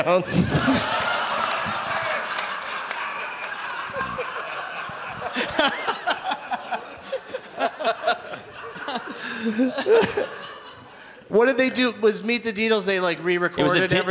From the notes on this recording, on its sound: Live from SXSW in Austin, TX.